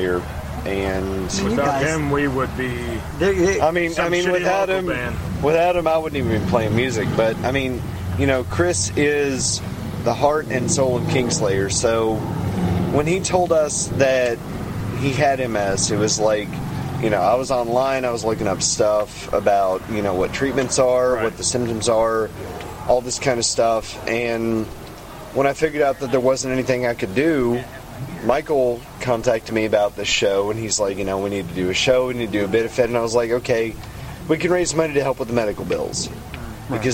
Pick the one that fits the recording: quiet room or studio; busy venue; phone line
busy venue